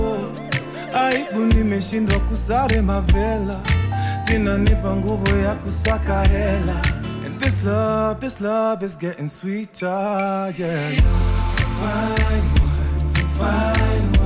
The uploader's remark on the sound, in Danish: FREDAGSBAREN FRA CAFE AVIBLU. Holbæk Radio besøger de lokale områder og ildsjæle i en serie af live programmer der udsendes og optages lokalt rundt omkring i Holbæk Kommune.